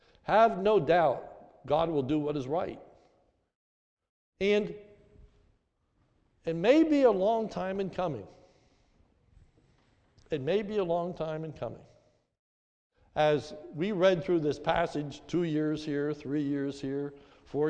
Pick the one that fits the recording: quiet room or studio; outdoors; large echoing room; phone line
large echoing room